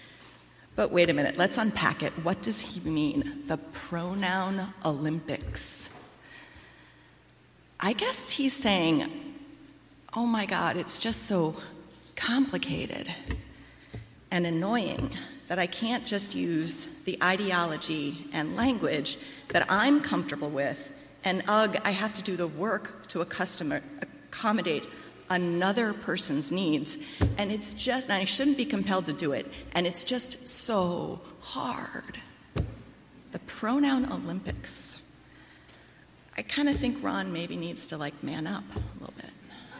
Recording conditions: large echoing room